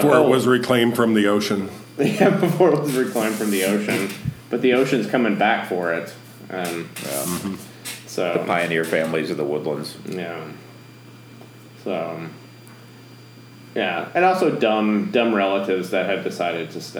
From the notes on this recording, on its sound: We are back and we are technically malfunctioning. We did the best we could do.